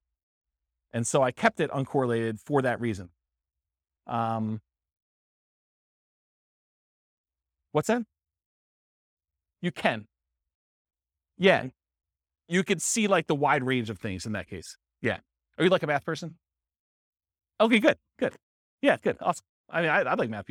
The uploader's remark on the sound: This was a live class recorded